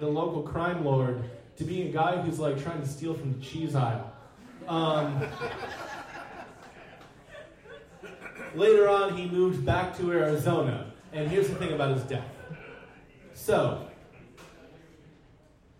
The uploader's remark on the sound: Live at the Jack London